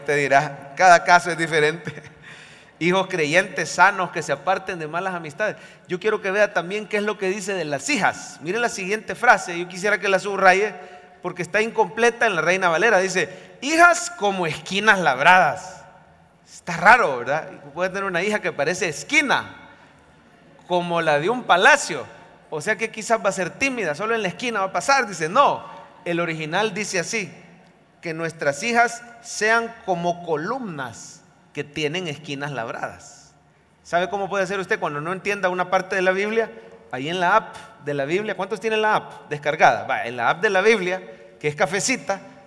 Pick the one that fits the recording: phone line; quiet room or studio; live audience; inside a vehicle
live audience